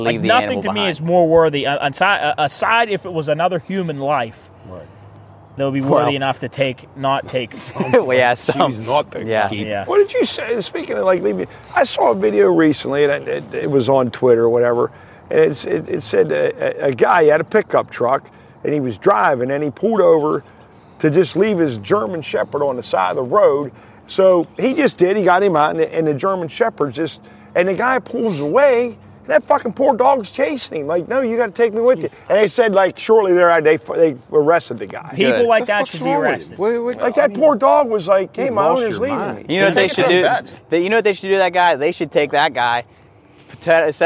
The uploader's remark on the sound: The Pine Room Guys are live on location this week from Heritage Port in Wheeling, WV. The guys thought of no place better to go to the ripple shoreside of the Ohio River!